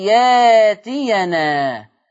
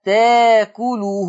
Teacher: في كلمة يأتينا تبدل بألف مادية فتقرأ ياتينا